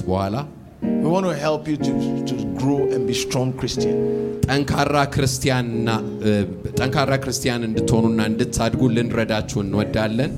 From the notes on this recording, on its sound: Preached at the Mekadesh Church International in Addiss Ababa.